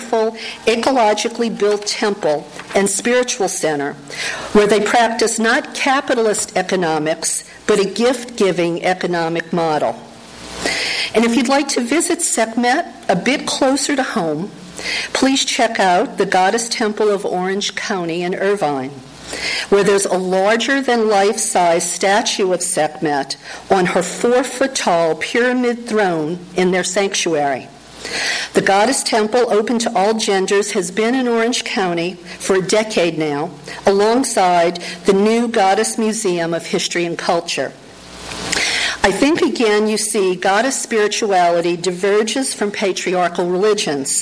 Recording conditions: live audience